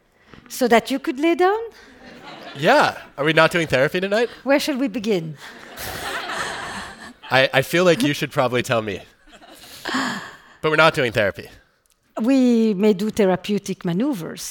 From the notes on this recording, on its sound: recorded in front of a live audience